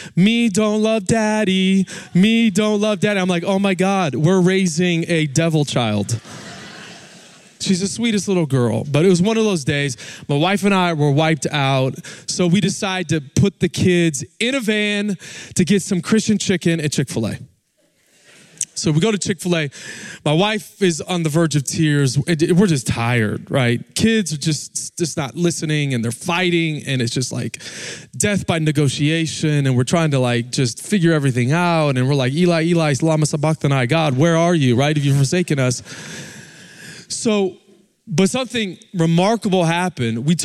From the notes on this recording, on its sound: Recorded Live at Capital Church in Meridian, Idaho